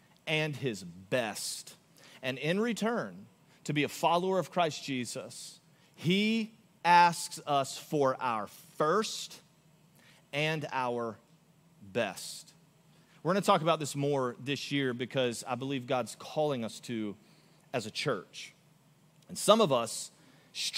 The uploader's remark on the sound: Augustine, Florida. Recorded live on January 28, 2024 at Church On The Rock.